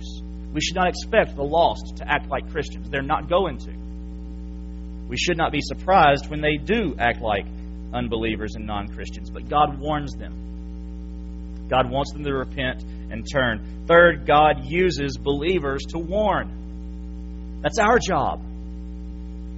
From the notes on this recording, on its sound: January 8, 2017 PM Service. FBC Sulphur, LA.